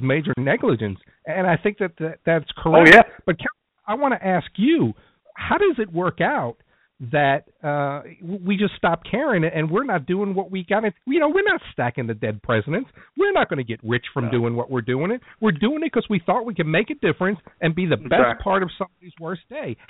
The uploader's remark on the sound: answered calls from listeners in the first live show